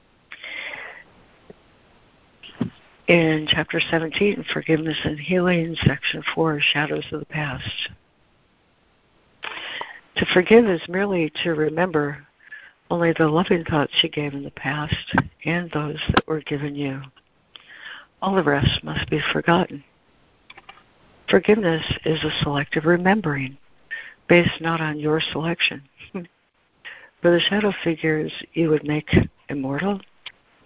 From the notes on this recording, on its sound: ACIM Daily Conference Call